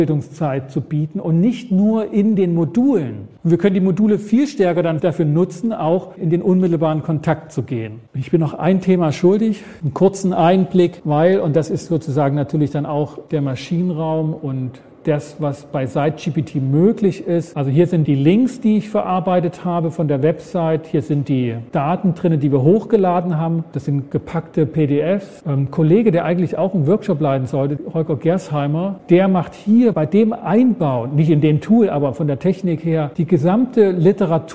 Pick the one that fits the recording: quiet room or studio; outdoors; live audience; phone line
live audience